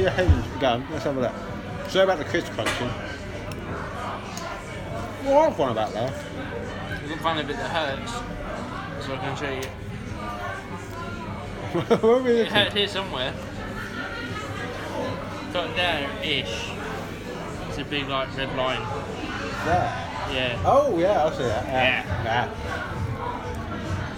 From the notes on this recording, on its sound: We record in the pub this episode as it’s far too cold outside,so please excuse the background noise.